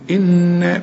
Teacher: النون اللي عليها الشدة لازم تغن · Term: الغن